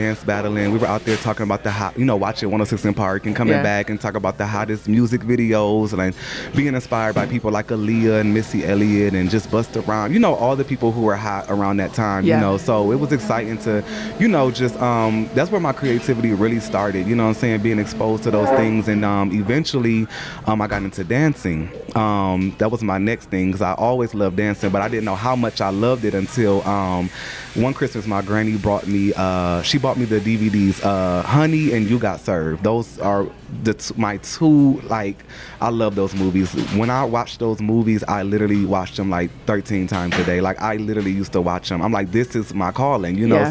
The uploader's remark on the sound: Recorded at a busy Starbucks